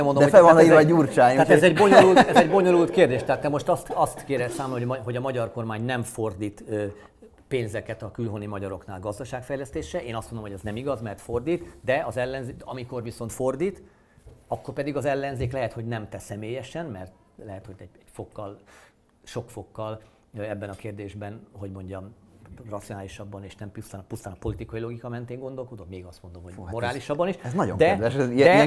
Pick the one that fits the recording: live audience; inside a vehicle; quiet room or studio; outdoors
live audience